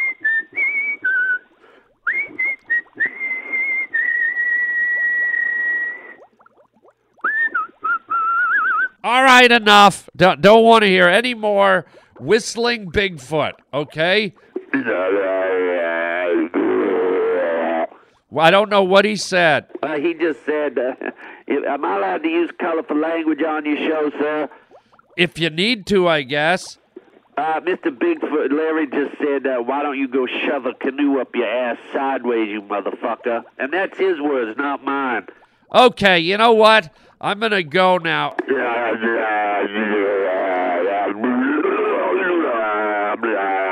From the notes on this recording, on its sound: phone calls from listeners